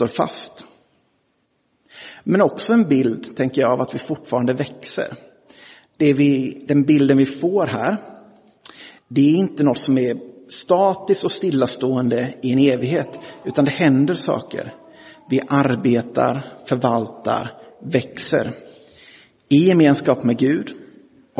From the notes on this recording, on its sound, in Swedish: Inspelad i Roseniuskyrkan den 10 september 2023.